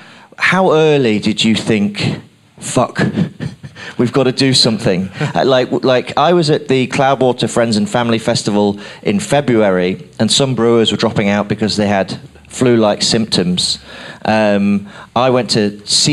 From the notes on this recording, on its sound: Throughout this month we’ll be bringing you our panel discussions from FyneFest 2022.